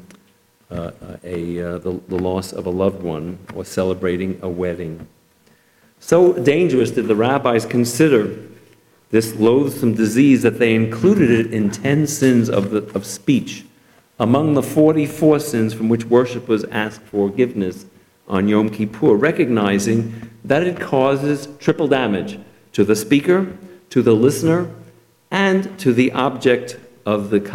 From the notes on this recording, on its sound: Delivered at Temple Emanu-El